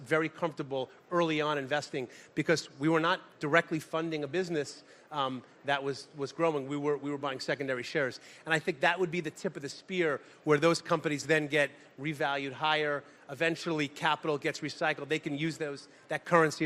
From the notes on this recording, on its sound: At the Benzinga Cannabis Conference in Miami Beach. At the Benzinga Cannabis Conference in Miami Beach.